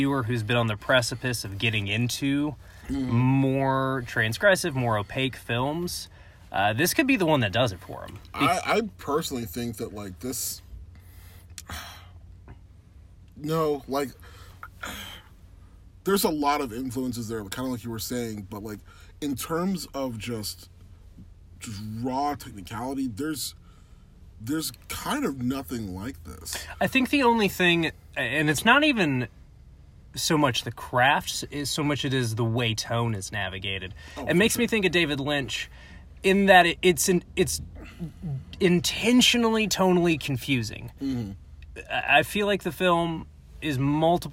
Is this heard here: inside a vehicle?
yes